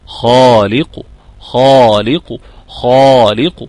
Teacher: اللسان في الأقصى مستعلي جدا · Term: استعلاء